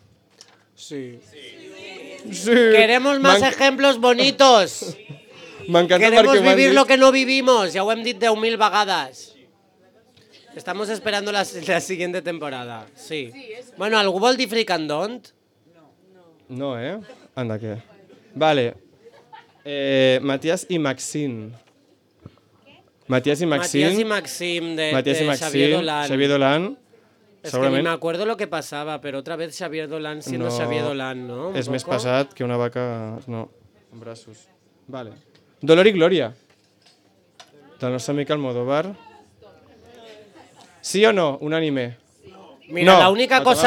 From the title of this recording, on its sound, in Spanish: En vivo desde Rouge Cocktail Bar